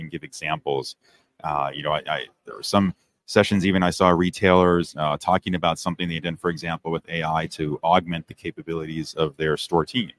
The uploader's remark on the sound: RetailWire Live at NRF 2024